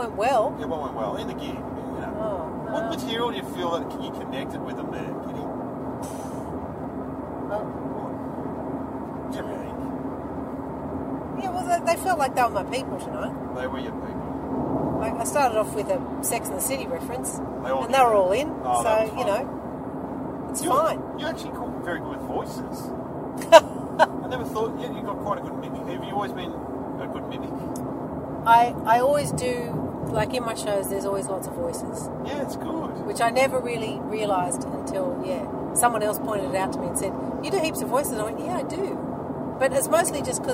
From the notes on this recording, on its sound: In the back seat on the way home from a gig in Lorne. You'll have to excuse the audio quality. The Junkees use Audio Technica AT-BP40 microphones.